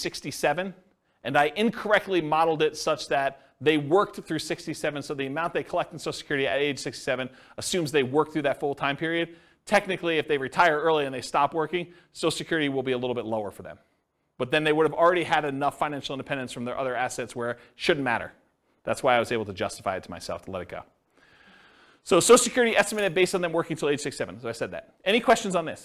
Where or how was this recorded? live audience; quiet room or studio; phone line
live audience